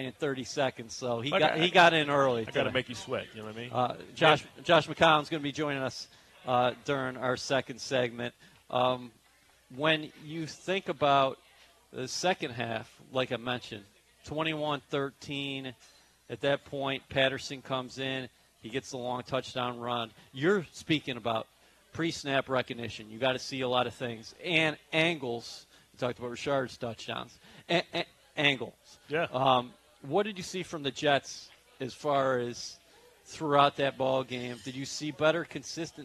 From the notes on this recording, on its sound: Live from Vanderbilt's in Florham Park, NJ